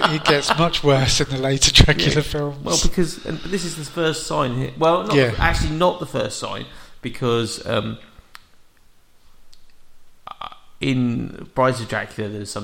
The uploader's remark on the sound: Quick note about the audio: the room we normally record in has been redecorated and has lost some of the soft furnishings. Therefore the audio is slightly echoey.